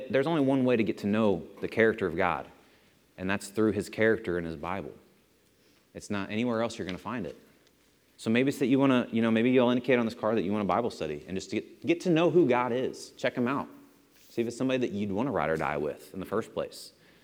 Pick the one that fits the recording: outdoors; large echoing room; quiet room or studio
large echoing room